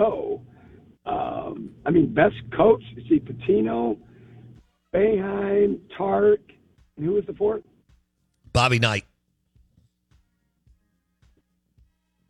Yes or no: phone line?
yes